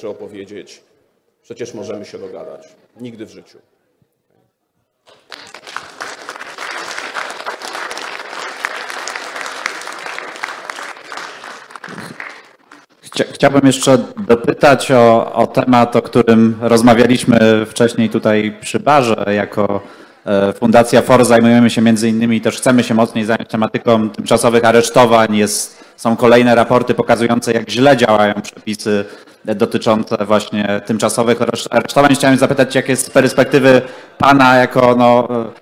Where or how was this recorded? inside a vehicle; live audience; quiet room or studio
live audience